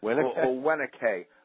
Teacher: the V is a W when it begins a syllable, and it's pronounced oh.